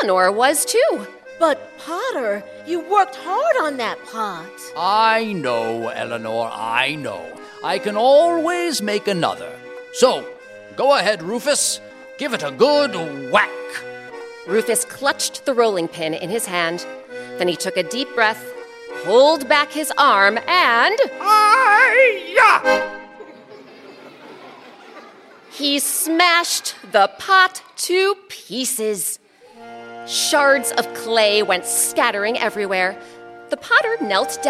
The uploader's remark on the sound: Recorded live at Round House Theatre in Bethesda, MD.